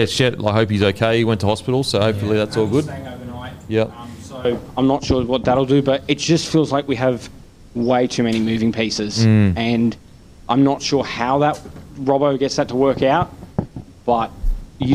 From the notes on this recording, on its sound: in front of our live crowd